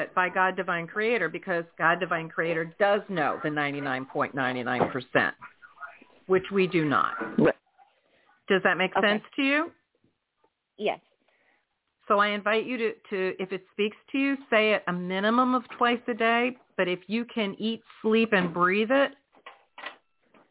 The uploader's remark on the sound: in response to callers' questions